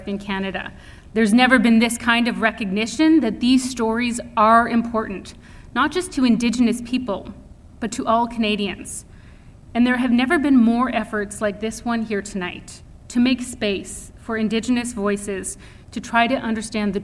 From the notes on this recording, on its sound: Indigenous Speakers Series Lecture she gave at Vancouver Island University